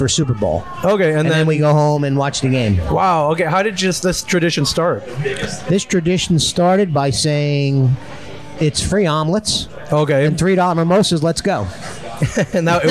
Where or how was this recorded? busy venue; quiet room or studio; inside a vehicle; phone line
busy venue